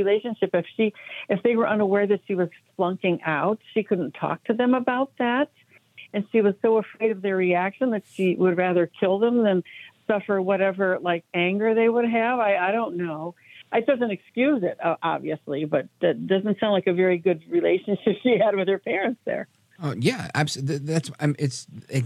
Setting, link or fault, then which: link, phone line